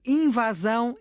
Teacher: invasão é com A aberto, não há dúvidas